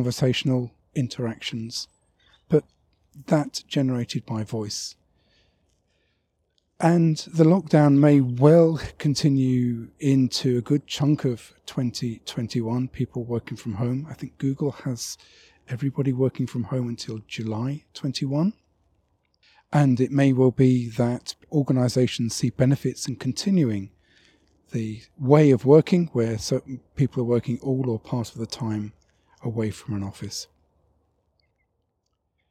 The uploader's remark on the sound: Another walking podcast, this time it's from Bedfont Lakes country park in west London.